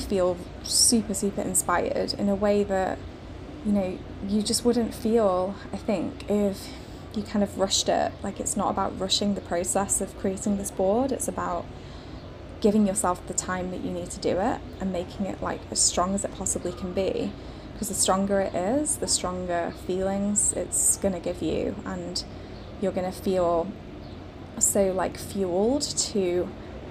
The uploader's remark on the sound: Hello from Rhodes, Greece! I'm recording this today from our lovely hotel balcony and it is very warm. I can see the gorgeous blue sea and overlook a lovely inviting pool to take a dip!